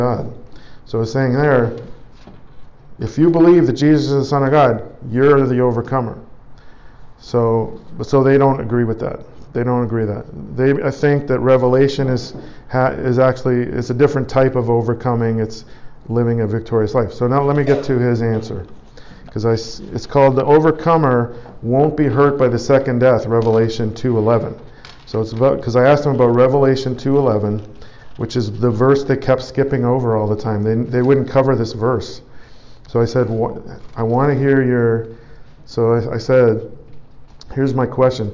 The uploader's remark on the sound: Preached at The Church at Brimley. Toronto, Canada.